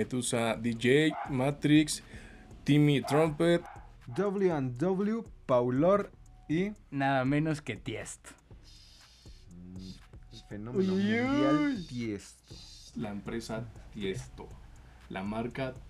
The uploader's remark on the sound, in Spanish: Festival EDC 2020. Mucho, pero mucho ruido.